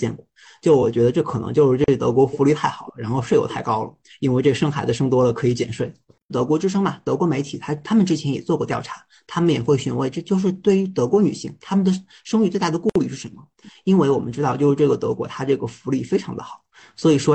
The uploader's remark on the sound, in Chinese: 本期是线上远程录制，音质较往期略次。